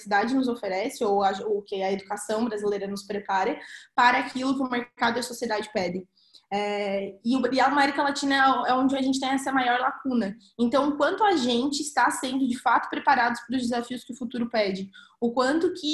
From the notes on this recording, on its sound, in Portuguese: durante o Ciranda MEJ Online, realizado no dia 23/05/20